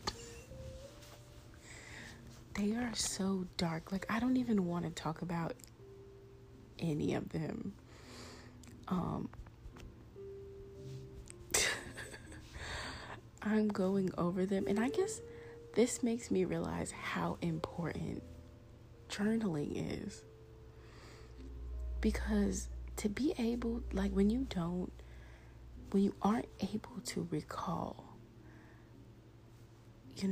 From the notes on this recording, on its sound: Sorry about the trashy audio though, my son demands his jazz music on while he sleeps and the AC was doing the most as well.